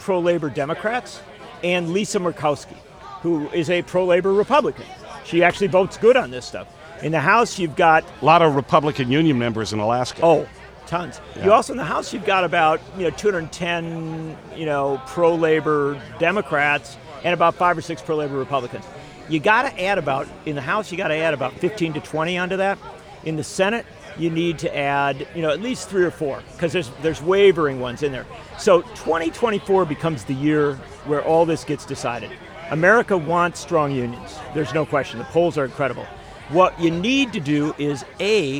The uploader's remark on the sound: Live from LaborFest 2023.